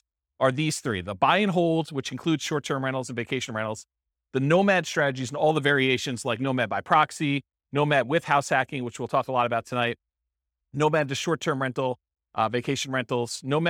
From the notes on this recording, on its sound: This was a live class recorded